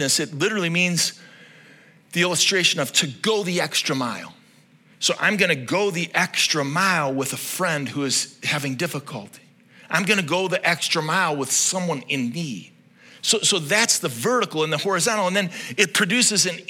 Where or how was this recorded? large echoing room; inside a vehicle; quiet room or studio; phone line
large echoing room